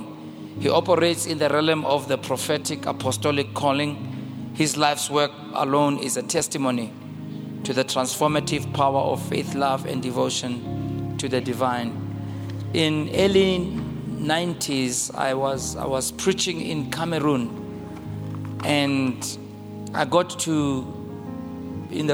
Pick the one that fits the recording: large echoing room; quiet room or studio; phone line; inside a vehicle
large echoing room